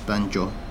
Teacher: with a short, sharp emphasis on the last syllable